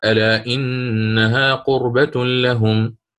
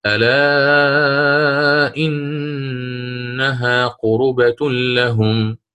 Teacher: ضم الراء من قربة في سورة التوبة · Shown in: second take